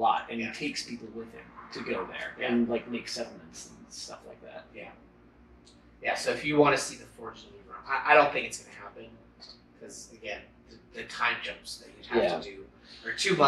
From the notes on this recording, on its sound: The audio is not great on this one. I was still figuring everything out.